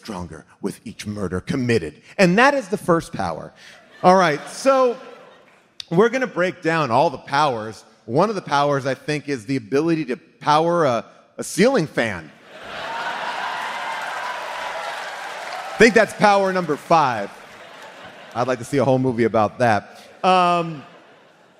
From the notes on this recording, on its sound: LIVE from the Chevalier Theatre in Boston. In the theater during the audience Q&A.